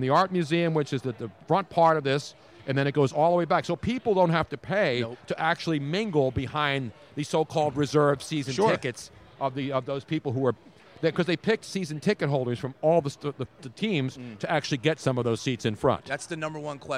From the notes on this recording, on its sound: We were LIVE from the #NFLDraft2017 Philadelphia. 6 hour Draft Fest LIVE from the Draft Headquarters in Philadelphia.